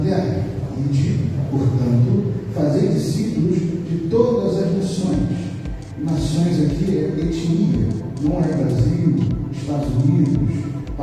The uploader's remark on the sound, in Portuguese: Mensagem gravada em Igreja Batista Central em Jardim Amendoeira São Gonçalo - RJ